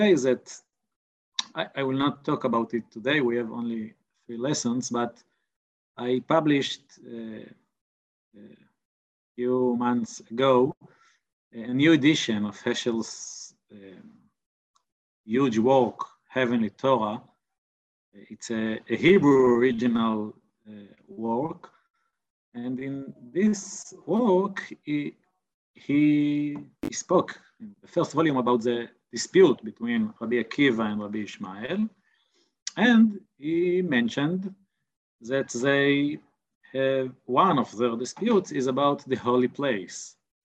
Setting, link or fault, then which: link, video call